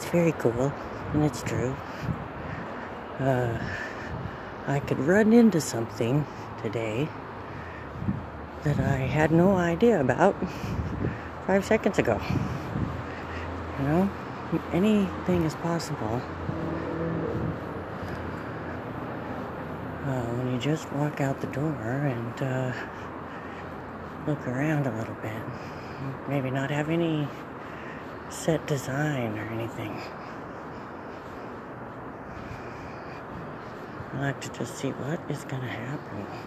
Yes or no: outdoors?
yes